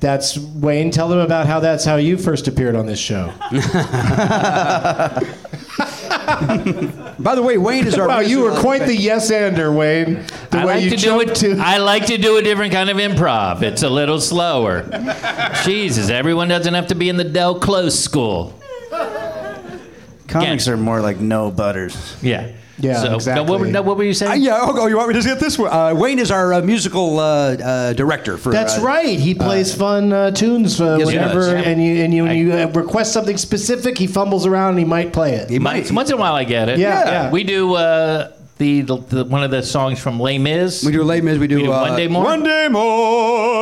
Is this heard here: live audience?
yes